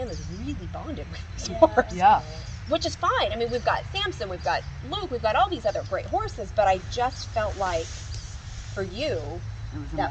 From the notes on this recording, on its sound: the sub-par audio in these first sessions